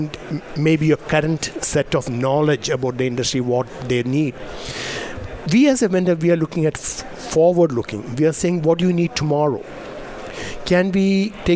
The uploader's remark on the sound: Broadcasting live from DRJ 2018 in Phoenix Arizona